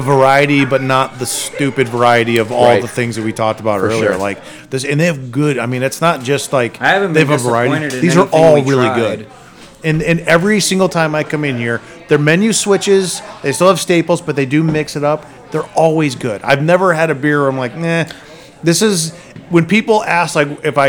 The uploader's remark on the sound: Recorded at Bookhouse Brewing.